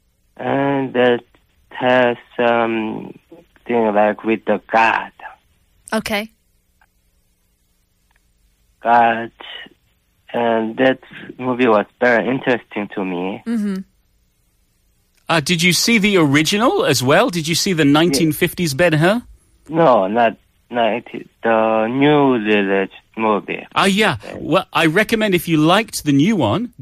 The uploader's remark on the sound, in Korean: 청취자 전화연결